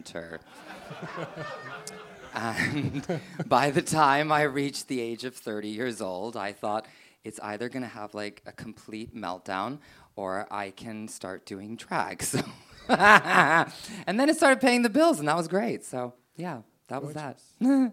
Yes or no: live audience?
yes